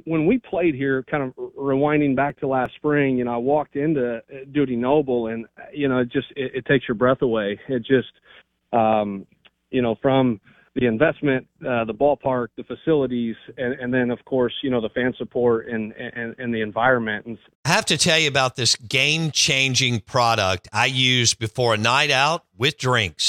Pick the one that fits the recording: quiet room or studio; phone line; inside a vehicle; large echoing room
phone line